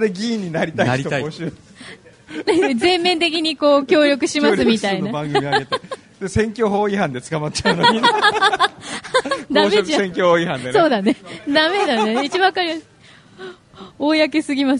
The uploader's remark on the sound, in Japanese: HUMOR MARKET by A-net MARK IS みなとみらい店 ！スタジオを飛び出し公開収録を行いました。